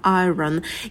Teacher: Довольно-таки сложное слово, наверное, одно из самых сложных слов в английском языке. И гладить, если американский вариант, тогда мы произносим звук «р».